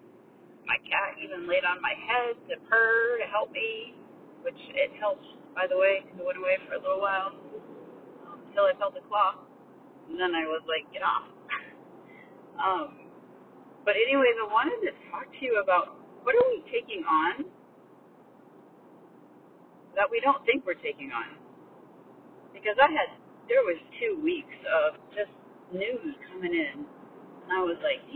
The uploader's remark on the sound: the sound quality is not the best because I needed to record this while I was driving